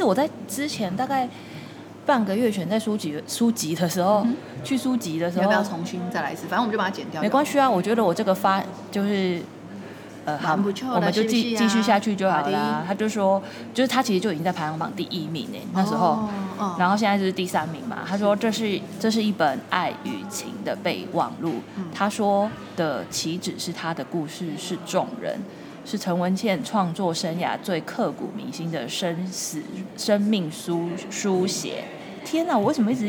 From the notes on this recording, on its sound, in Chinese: 因為入住在台中勤美誠品樓上。錄音地點為starhostelLobby #starhostelLobbyLive系列 #環境音依舊但可忍受。